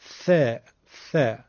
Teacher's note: نوک زبون رو به دندوناشون میچسبونن میگن ث. و نکته ظریفش این استش که حرف ثا از نوک زبان هست، حجمش هم کمه، رقیقه. · این حرف سه نقطه در زبان عربی با نوک زبون ادا میشه. ما در فارسی سه نقطه رو هم سین میگیم، اما عرب ها ثا رو با نوک زبونشون میگن ث، ث، نوک زبون رو به دندوناشون میچسبونن میگن ث.